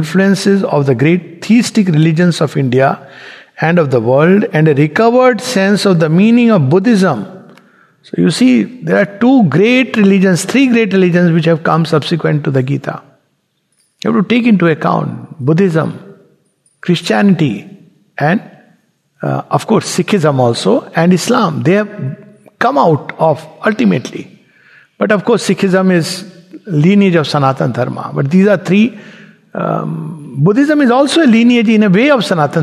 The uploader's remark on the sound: Recorded in Sangham Hall of the Savitri Bhavan, Auroville.